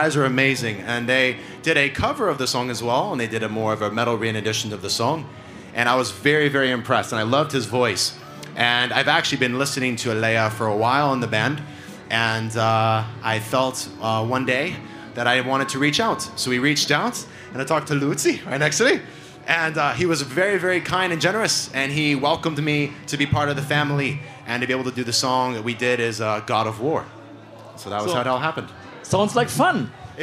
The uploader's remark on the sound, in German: Interview EMP Backstage Club Area beim WACKEN OPEN AIR 2023.